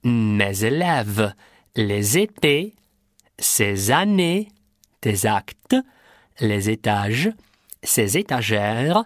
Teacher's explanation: между местоимением и следующим словом, начинающимся с гласной, liaison, некую связку. Она называется связь.